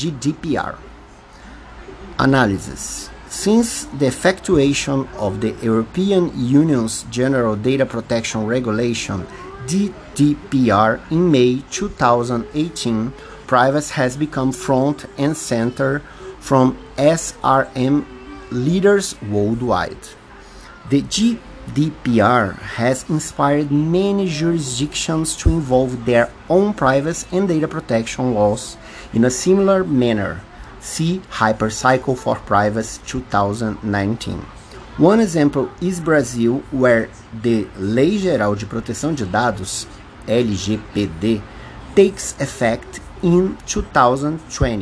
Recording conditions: background noise